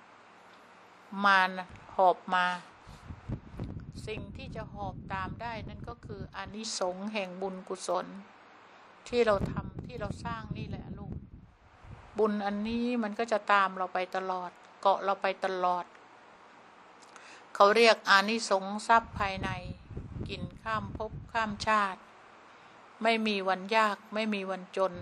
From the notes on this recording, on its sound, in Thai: เสียงอัดธรรมมะจากเครื่องบันทึกเสียงของคุณแม่.